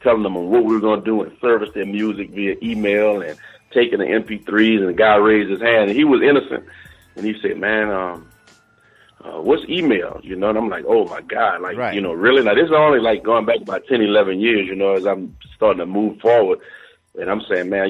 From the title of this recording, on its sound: The Music Industry Conference Call